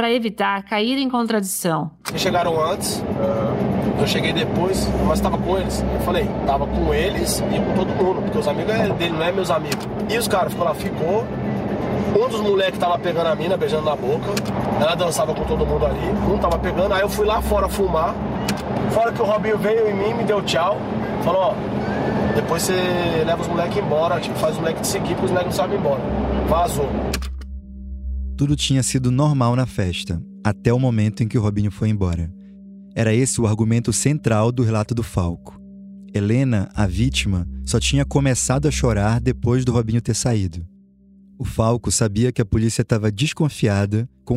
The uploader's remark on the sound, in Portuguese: A conversa foi gravada no carro do jogador.